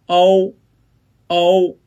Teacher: O 发音时呢，起点元音的 O 比单元音 O 舌位略高、略前、唇形略圆。发音时开头的元音 O 清晰响亮、舌位向乌的方向滑动 · Term: 复韵母